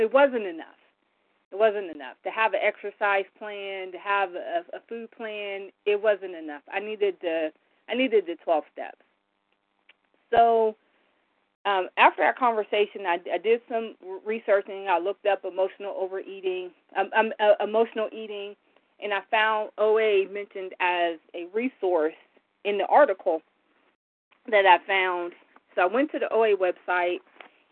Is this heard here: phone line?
yes